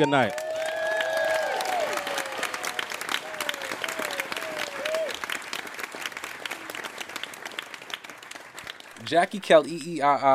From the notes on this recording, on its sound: A Rightnowish Comedy Night at KQED's headquarters in San Francisco. The evening consisted of a quick Q&A and an open mic segment where audience members came up and cracked some jokes.